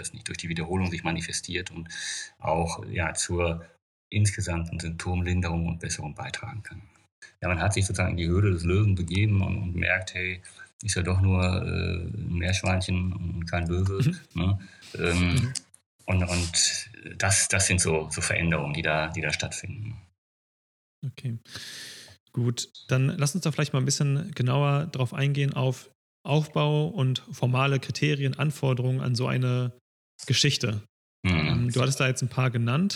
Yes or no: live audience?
no